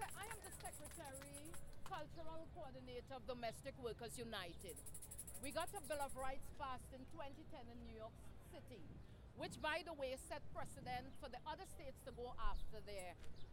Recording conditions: outdoors